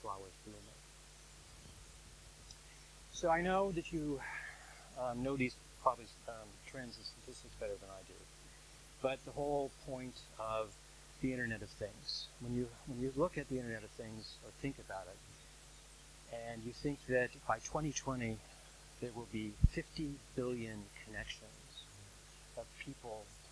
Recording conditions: large echoing room